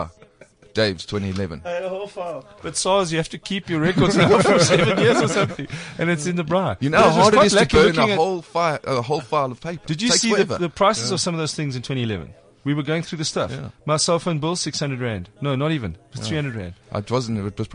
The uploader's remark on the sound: The entire JUSTNOW team are at a beer festival in Benoni to break a world record for Beer Pong. We get to mingle with our 'podfans' in person.